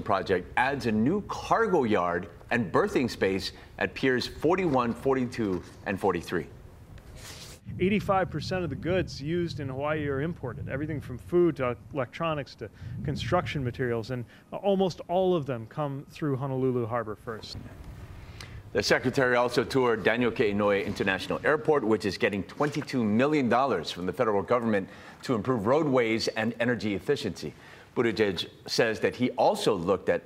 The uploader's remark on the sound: live from the airport in Honolulu this morning